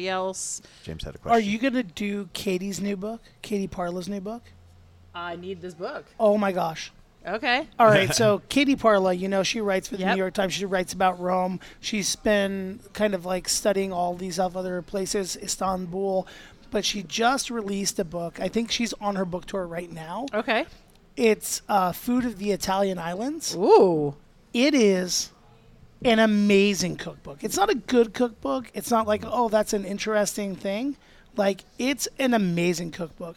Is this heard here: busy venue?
yes